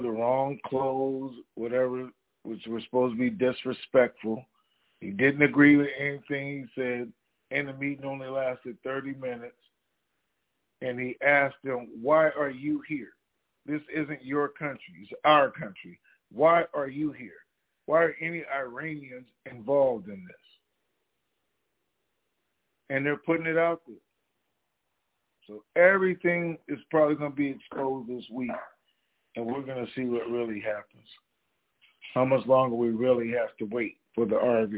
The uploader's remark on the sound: TNTSuperfantastic Conference Call